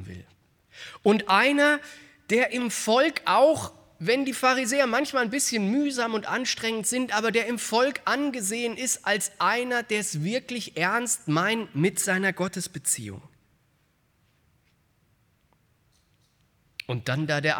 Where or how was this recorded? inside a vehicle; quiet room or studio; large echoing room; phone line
large echoing room